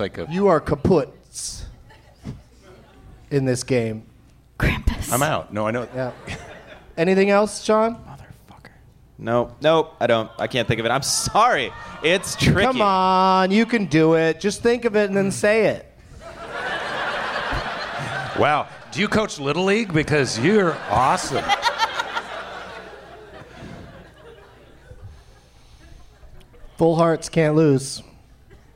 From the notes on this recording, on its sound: Live from the Helium Comedy Club in Portland